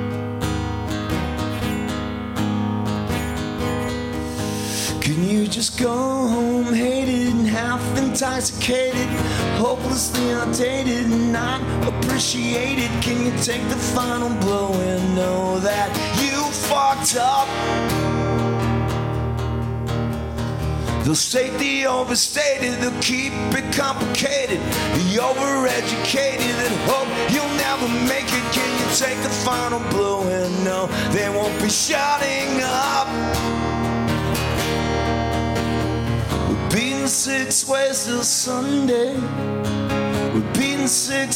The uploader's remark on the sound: LIFERS Live!!! - At Gman Tavern